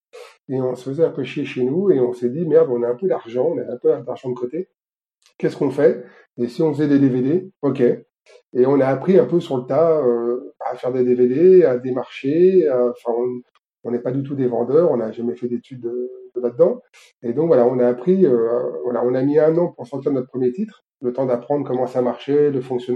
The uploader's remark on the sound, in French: répondre aux questions de nos auditeurs qui sont venus en direct sur notre Discord